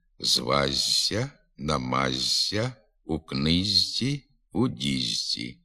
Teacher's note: Приголосний «ж» перед звуками «сь-ць» змінюється на звук «з». На письмі «зважся», «намажся», «у книжці», «у діжці», а вимовляти слід «звазся», «намазся», «у книзці», «у дізці».